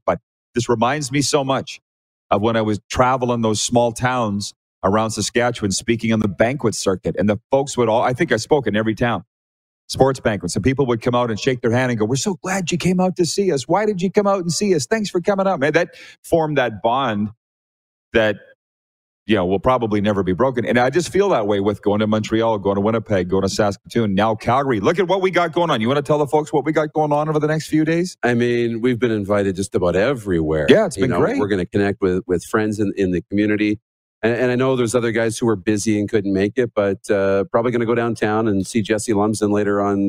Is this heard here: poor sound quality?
no